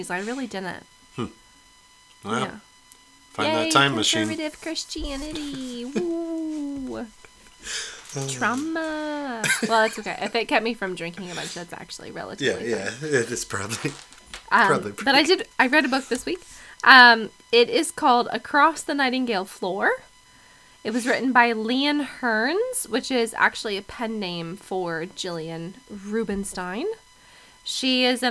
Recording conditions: hum or buzz